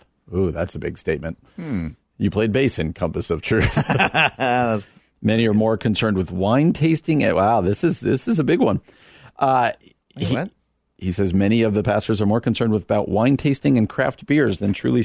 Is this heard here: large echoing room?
no